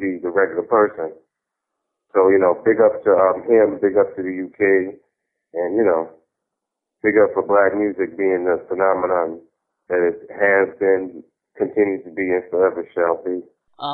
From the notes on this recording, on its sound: Over the phone. Due to technical difficulties, folks weren't able to record a brand new episode up as quickly as we would like with new music and talk.